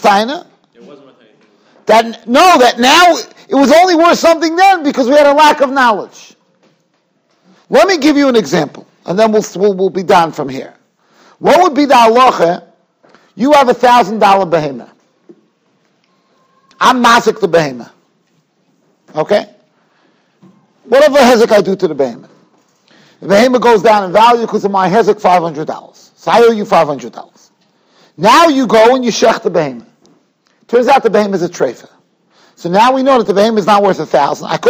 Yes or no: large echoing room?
yes